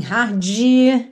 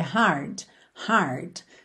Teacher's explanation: Gente, não tem vogal, não tem um i depois desse d · Shown in: second take · então não pode ser de, é hard, hard, tá?